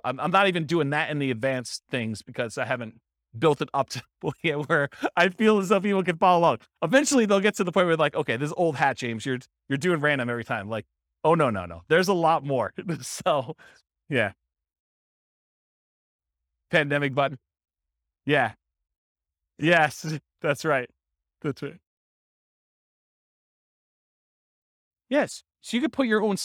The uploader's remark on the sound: This was a live class recorded